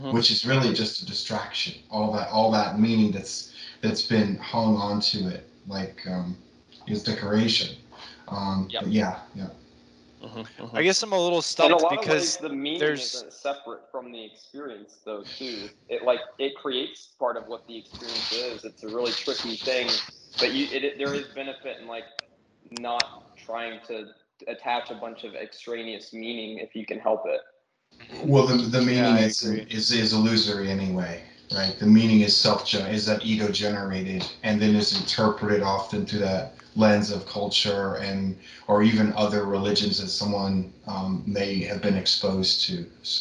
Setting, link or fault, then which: link, video call